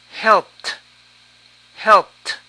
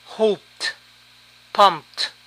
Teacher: Para verbos que terminan en P, la terminación suena T